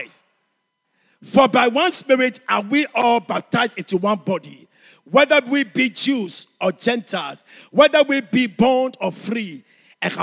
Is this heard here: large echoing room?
yes